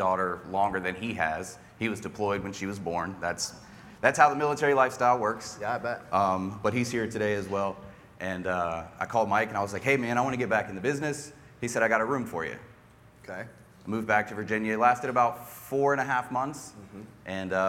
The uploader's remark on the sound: we’re sharing an excerpt from a recent Glover U live event